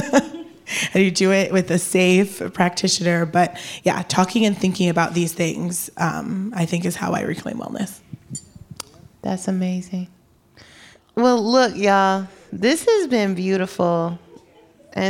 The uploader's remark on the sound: we are live from HBCU North Carolina A&T University